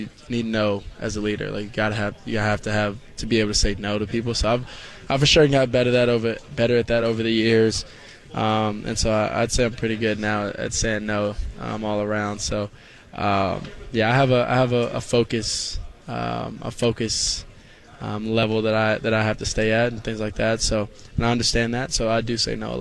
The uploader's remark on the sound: Live From Pac-12 Media Day at Resorts World Las Vegas.